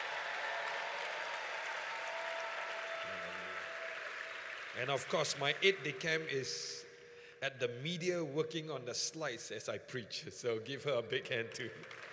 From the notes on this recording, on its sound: Preached at the Qodesh